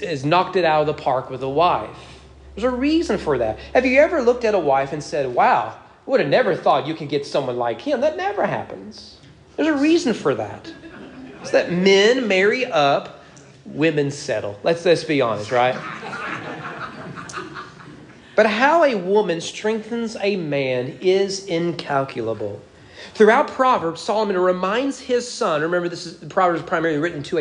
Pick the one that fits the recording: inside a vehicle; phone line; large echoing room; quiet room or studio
large echoing room